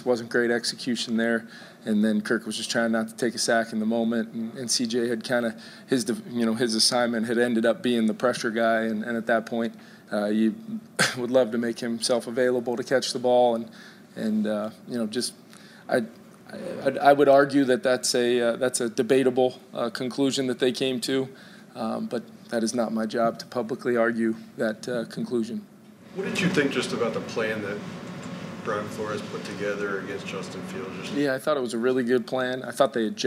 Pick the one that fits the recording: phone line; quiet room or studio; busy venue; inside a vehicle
busy venue